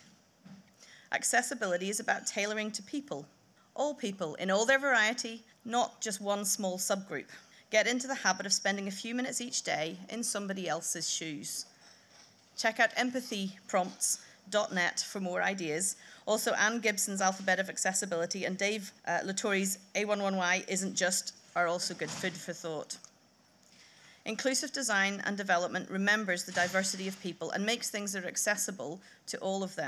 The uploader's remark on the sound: A selection of lightning talks from the recent BBC Develop conference in Salford and London